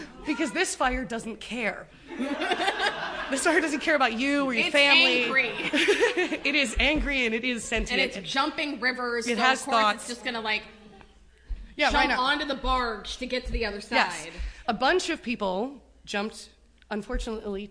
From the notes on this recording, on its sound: Live from the Women In Podcasting Festival. THAT'S RIGHT IT'S A LIVE EPISODE! We hope you will forgive the external noises, it was a small space with a very enthusiastic crowd.